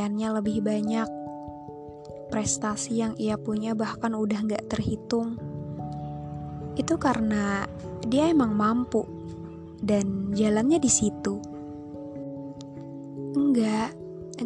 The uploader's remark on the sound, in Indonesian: maaf kalooo berisik aku sambil pletekin bubble wrap